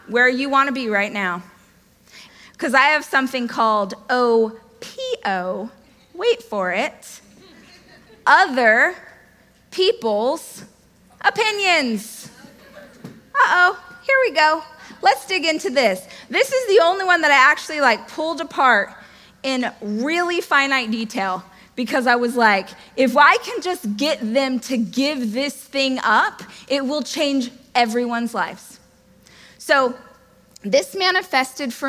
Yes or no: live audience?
yes